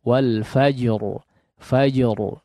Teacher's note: Di situ huruf jim punya sifat qalqalah, harus ditunaikan. Qalqalahnya harus tertunaikan.